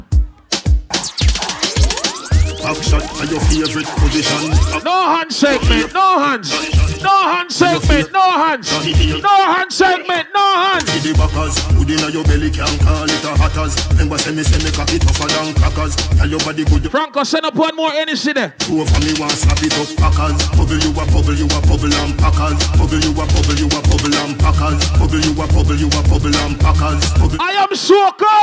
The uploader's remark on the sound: FETE REPUBLIC HALLOWEEN LIVE AUDIO